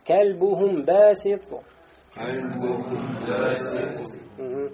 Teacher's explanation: когда мим произносим перед «ба», происходит «ихфа уль мим». Частичное скрытие у махрича и появляется «гунна», то есть носовой, да, стон